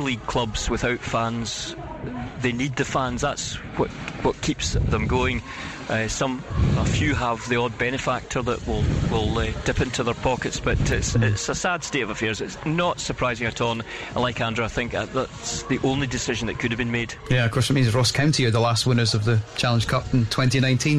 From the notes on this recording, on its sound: Friday night football under the floodlights. Live at Pittodrie ahead of kick-off.